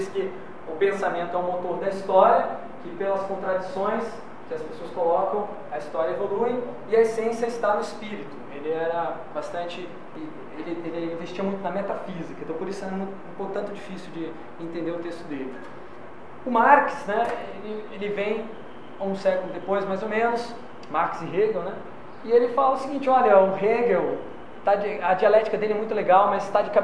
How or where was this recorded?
live audience